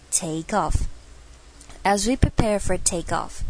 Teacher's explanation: prepare for 这边连续两个 r 的声音都要卷舌，要卷起来哦